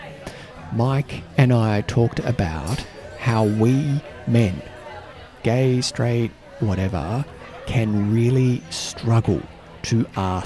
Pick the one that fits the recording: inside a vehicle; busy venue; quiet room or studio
busy venue